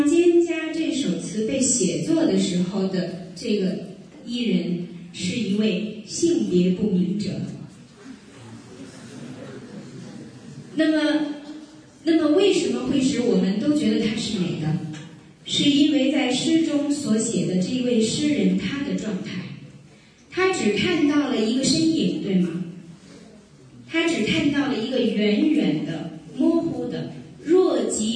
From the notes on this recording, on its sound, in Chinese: 赴青海民族大学做题为《诗中有道——从古典诗词看中国传统价值体系》的公益讲座。现将现场录音与大家共享。